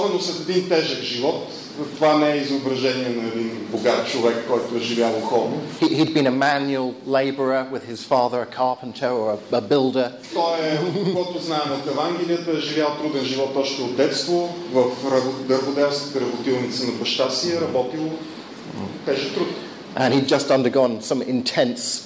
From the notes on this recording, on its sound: Post lecture Q&A at the Regional Archaeological Museum, Plovdiv, Bulgaria, September 2011.